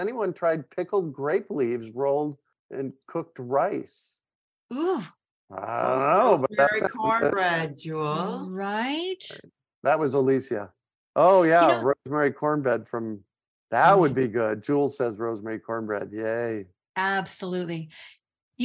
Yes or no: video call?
yes